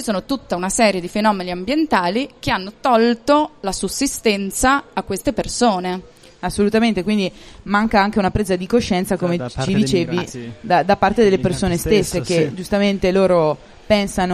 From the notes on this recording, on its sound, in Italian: realizzato durante il Festival dell'Economia 2019